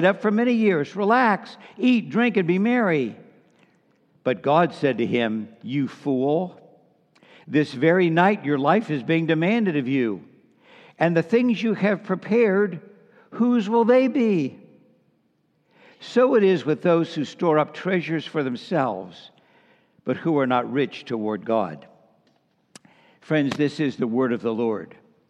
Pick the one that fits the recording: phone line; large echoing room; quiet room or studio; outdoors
large echoing room